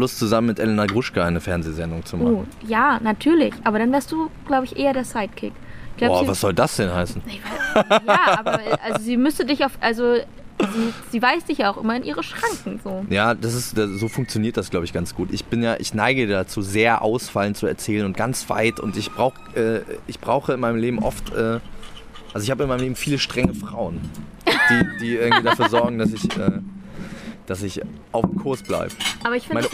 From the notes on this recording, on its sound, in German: auf dem Hanse Song Festival interviewt.